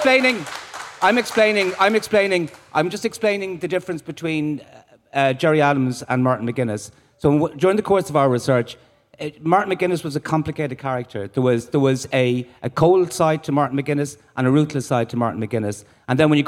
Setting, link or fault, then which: setting, busy venue